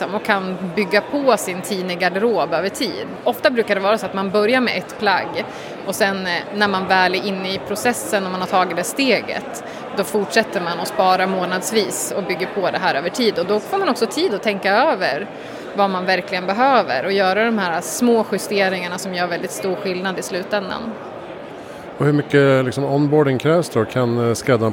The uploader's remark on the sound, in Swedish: Inspelat under Nordic Sustainability Expo på Stockholmsmässan i Älvsjö.